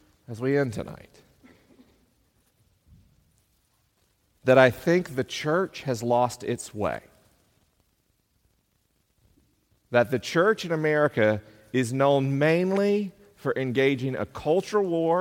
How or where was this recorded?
live audience